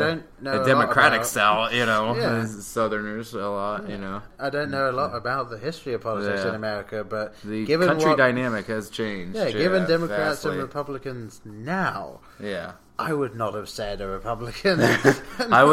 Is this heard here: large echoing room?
no